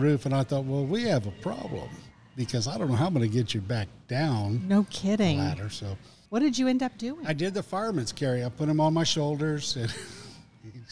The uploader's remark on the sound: Recorded at Tusculum Brewing Company